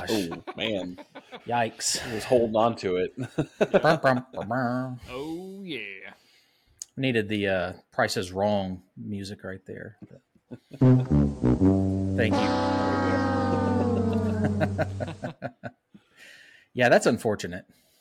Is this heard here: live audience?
no